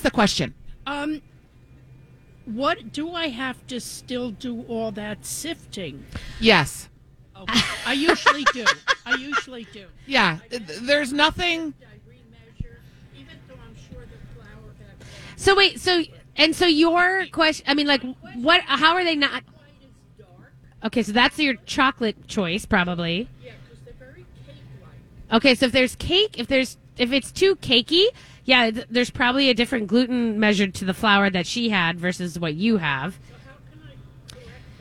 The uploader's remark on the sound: Continue their live broadcast from Surdyk's !